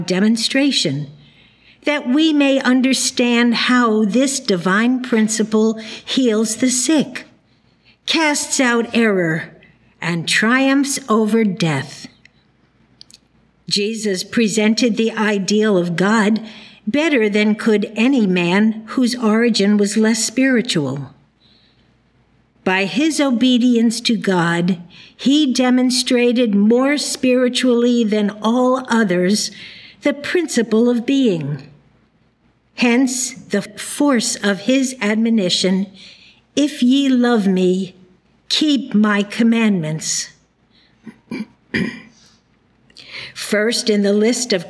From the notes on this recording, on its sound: The Sunday service audio